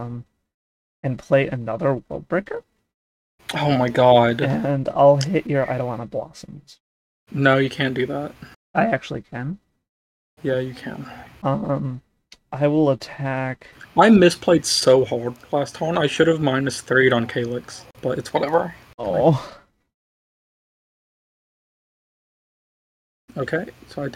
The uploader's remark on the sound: Apologies for the low quality, my OBS settings for recording and streaming got jumbled.